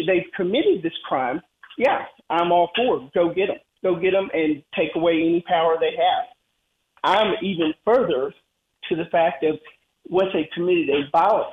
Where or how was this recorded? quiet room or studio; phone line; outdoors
phone line